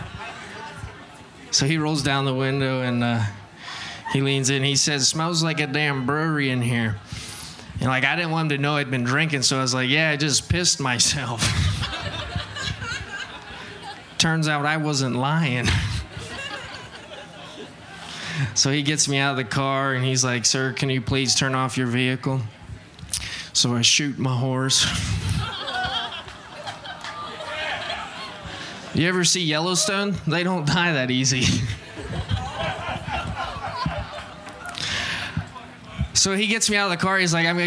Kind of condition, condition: setting, busy venue